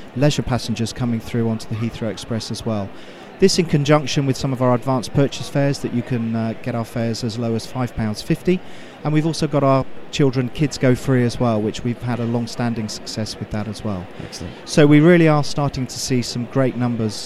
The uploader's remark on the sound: Show 57 was recorded at the 2017 World Travel Market at ExCeL